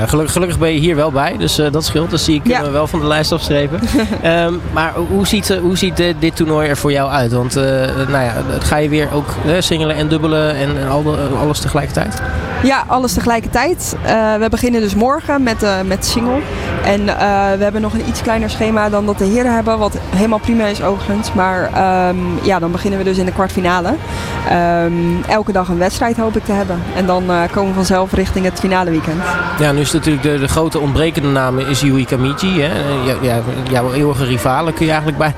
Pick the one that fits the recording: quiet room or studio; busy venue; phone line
busy venue